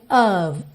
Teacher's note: Of, com som de OV, tá? Esse OF sempre com som de OV, e esse O não é O, lembra que ele é sempre uma mistura do O com aquele som bobo meio O, então a gente tem of, ok?